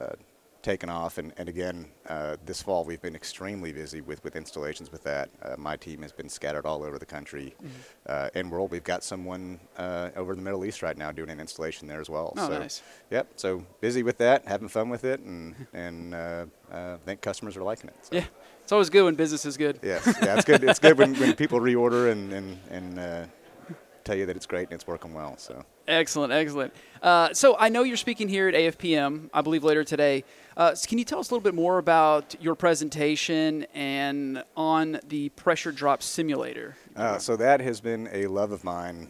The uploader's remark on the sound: Live at AFPM